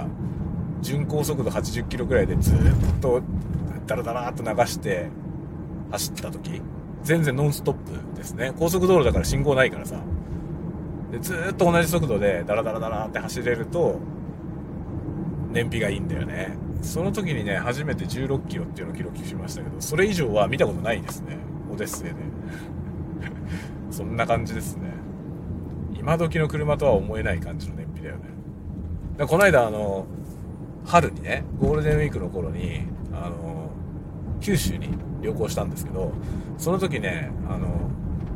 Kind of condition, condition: setting, inside a vehicle